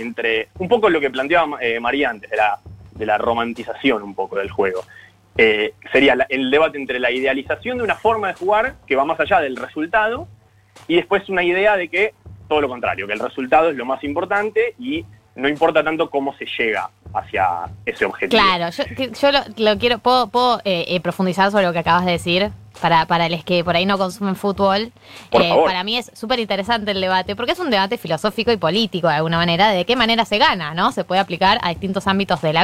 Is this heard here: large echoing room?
no